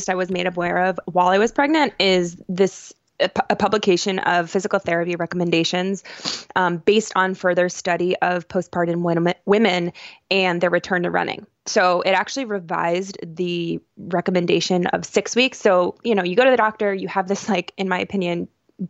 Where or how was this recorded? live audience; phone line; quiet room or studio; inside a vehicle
quiet room or studio